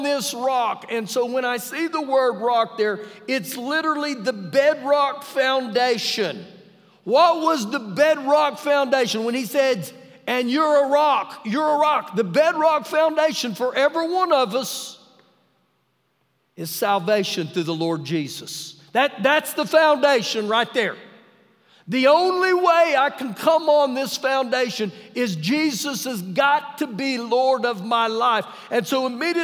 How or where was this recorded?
large echoing room